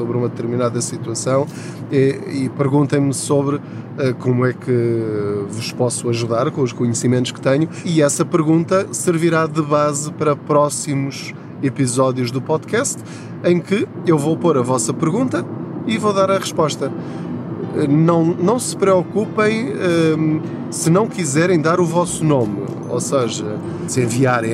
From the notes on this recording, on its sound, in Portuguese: Não ligue aos barulhos da viagem.